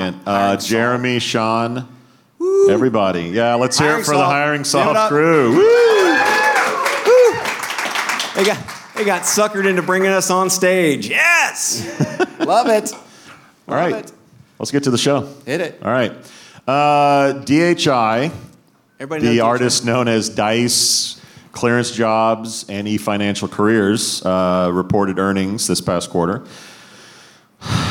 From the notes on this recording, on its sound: Live from New York, the boys recorded the weekly show at HireConf, HiringSolved’s conference.